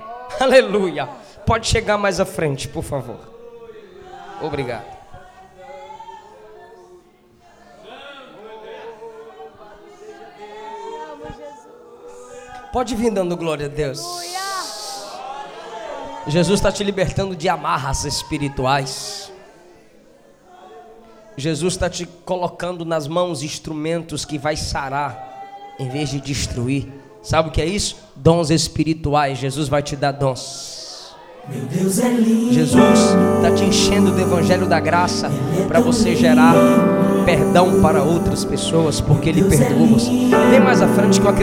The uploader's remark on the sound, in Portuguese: Nesta mensagem gravada em Setembro de 2017 na nossa conferência anual.